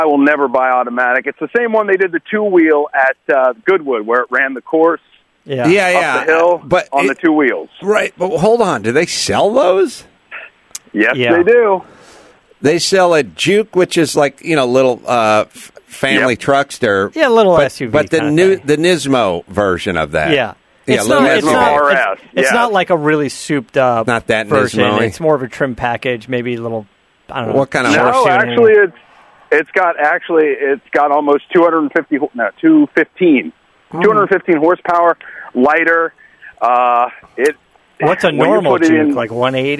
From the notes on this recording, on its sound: Run through a full bank of phone calls. Listener Calls.